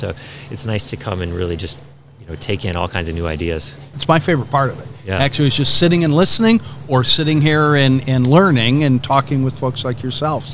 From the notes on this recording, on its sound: The interview was conducted during Day 3 of the Association of University Research Parks 2022 International Conference held in Toronto Sept 19 - 22.